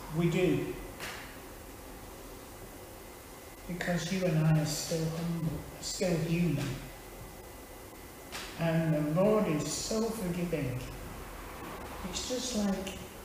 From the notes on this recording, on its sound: Teaching at Withington Christian Church